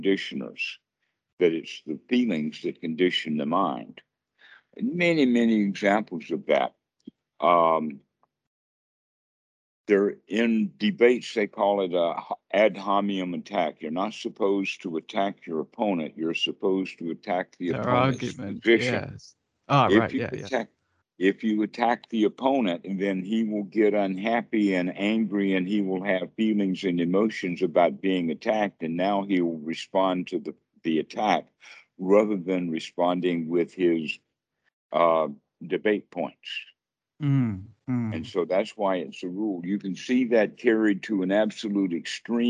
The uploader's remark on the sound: skype calls on this channel